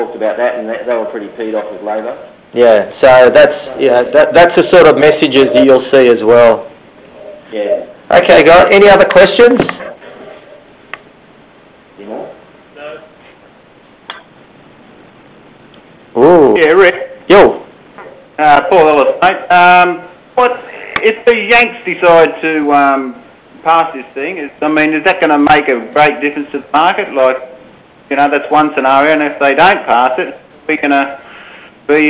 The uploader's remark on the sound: July Research Teleconference.